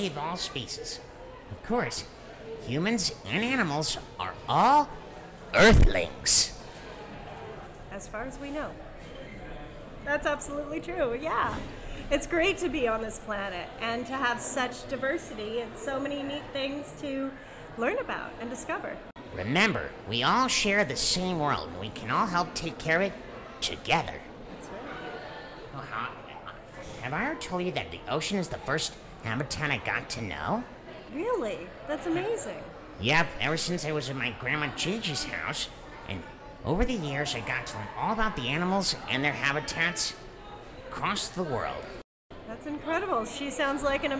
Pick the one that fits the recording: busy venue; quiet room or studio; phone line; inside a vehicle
busy venue